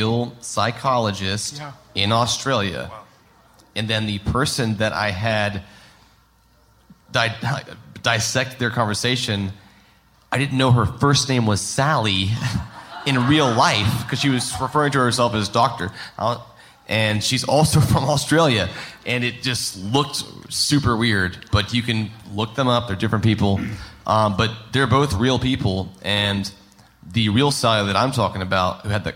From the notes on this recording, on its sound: On July 30th at Terminal West in Atlanta we gathered with a few hundred Up and Vanished supporters to listen to the Season finale live, followed by a Q&A.